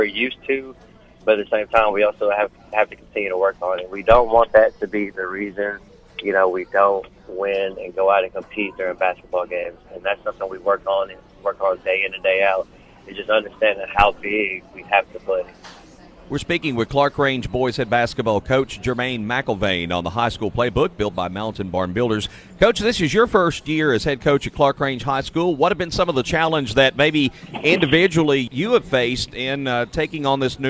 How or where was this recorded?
busy venue